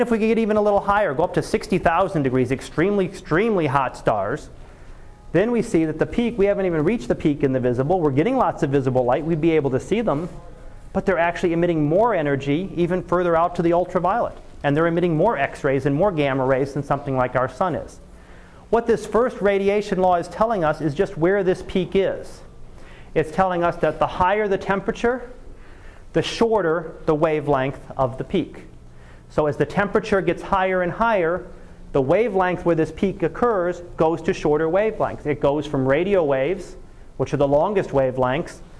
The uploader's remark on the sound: Live Class Lecture